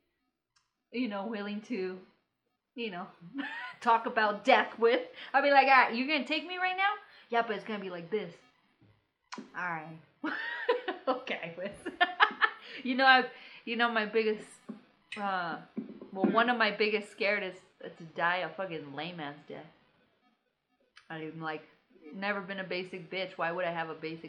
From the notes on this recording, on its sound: We are doing the best we can with social distancing, sounds not the best, situation is not the greatest, we will figure this out.